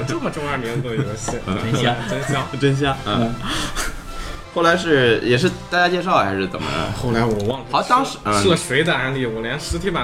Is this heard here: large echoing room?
no